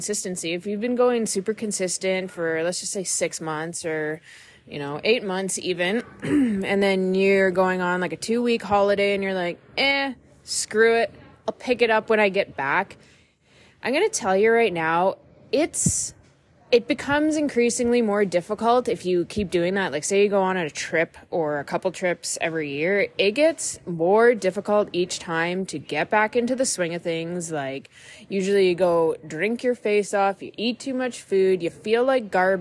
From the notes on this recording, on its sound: Live from the Calgary Int. Airport.